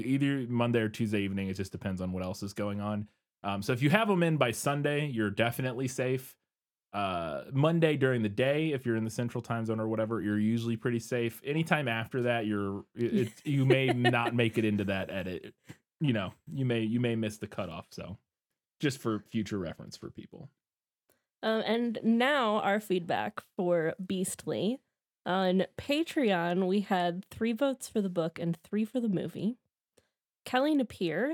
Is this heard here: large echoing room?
no